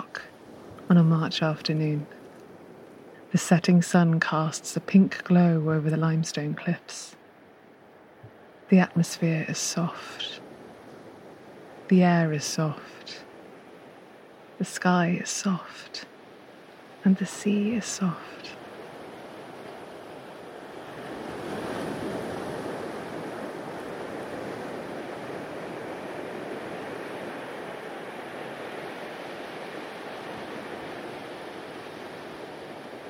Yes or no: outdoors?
yes